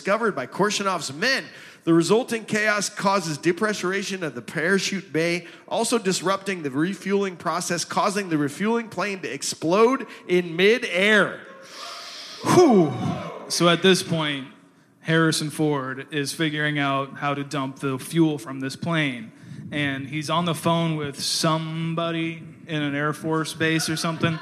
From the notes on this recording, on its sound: We are in front of LIVE studio audience in Cedar Rapids, IA.